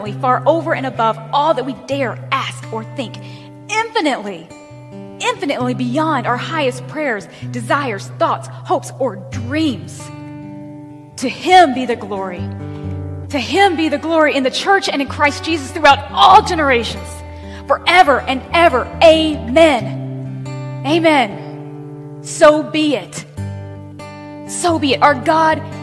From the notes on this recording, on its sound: Recording of the message I was privileged to bring at Rock Harbor Church FL. I hope you will enjoy this recording of the message I was privileged to bring at Rock Harbor Church FL.